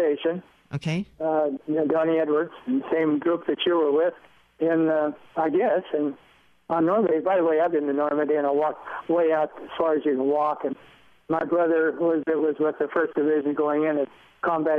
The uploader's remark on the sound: By phone.